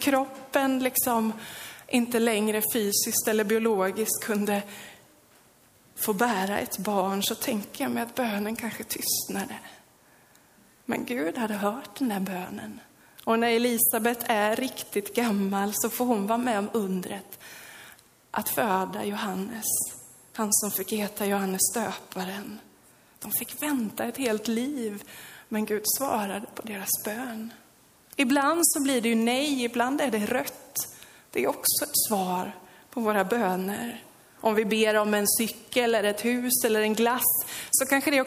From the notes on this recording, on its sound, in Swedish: Inspelad under gudstjänst i Löfstadkyrkan i Tranås 2023-05-14.